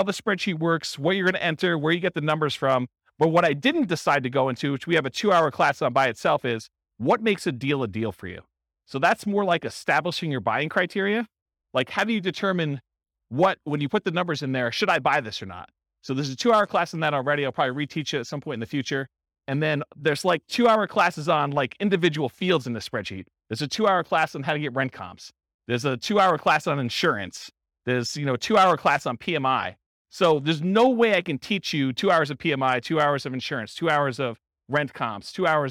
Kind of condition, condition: setting, live audience